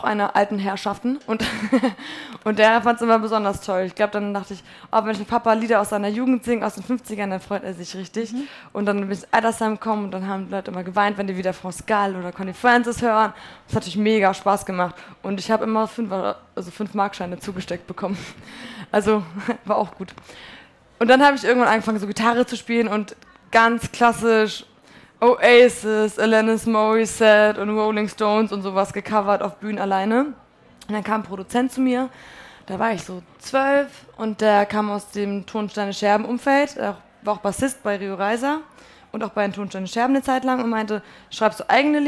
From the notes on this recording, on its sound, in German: Wir haben uns nämlich kurz nach ihrem Auftritt für diese Folge getroffen – das war quasi ihre Zugabe, auch live vor Publikum.